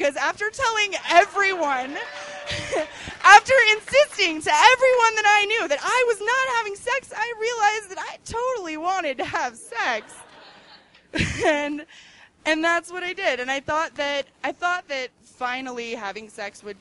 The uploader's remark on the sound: These stories were recorded on January 17, 2013 at The Deer Pile in Denver, Colorado.